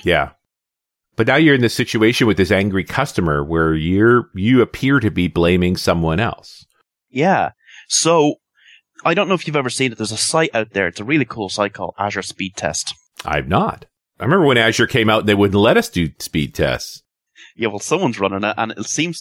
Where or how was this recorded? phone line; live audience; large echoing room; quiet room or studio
quiet room or studio